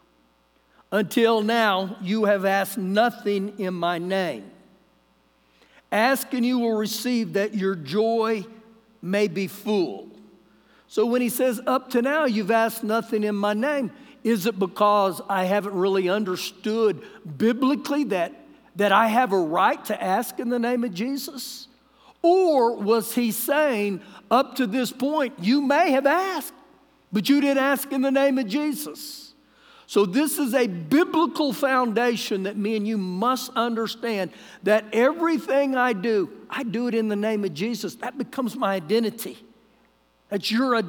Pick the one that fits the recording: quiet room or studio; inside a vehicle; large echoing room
large echoing room